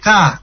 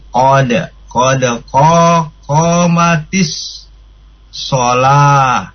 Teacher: Qaf itu di pangkal lidah. Tidak boleh ka, kalau ka itu keluar sedikit. · Shown in: second take